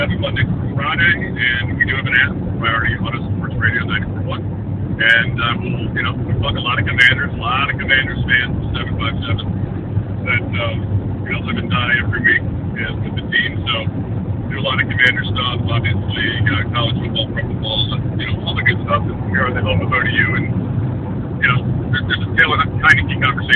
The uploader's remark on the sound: Recorded this episode about the Commanders' overtime loss while driving back from Philadelphia. Joining the hands-free conversation from his own car barreling down I-95.